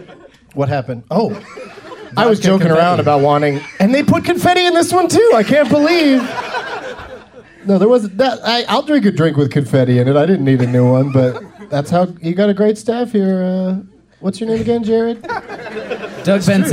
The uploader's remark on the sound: Live from the Comedy Attic in Bloomington,